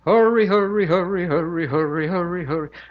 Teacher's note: We try to do it with a sort of this British flat face effect. So you Americans have a lip rounding that goes with the R.